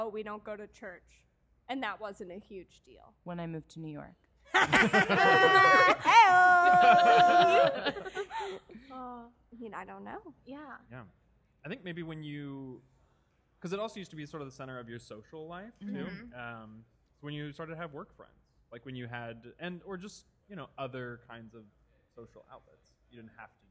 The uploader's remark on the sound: joins us live in the Podcast Lounge at the 18th Del Close Marathon in New York City